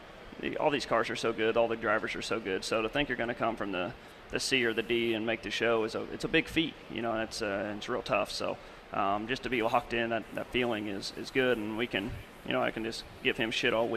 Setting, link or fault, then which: setting, busy venue